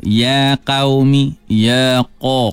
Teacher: Qaf fathah dia tak bunyi qa, dia bunyi qo, kerana dia huruf isti'la, huruf yang ketika menuturkannya, terangkat pangkal lidah, bukan tengah lidah yang kita fokuskan, bukan hujung lidah yang kita fokuskan, tapi terangkatnya pangkal lidah, lidah yang dalam.